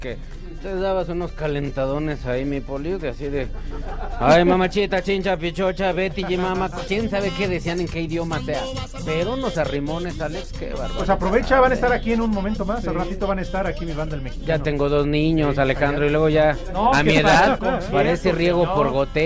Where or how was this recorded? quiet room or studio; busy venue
busy venue